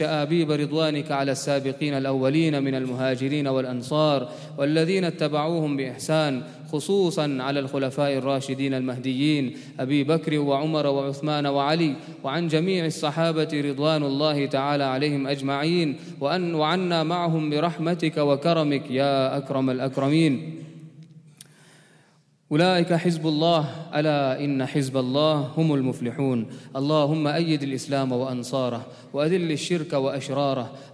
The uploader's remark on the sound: at the Houghton Masjid (West Street)